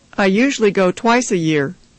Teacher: Notice the rising and then falling intonation at the end of the questions and the falling intonation in the responses.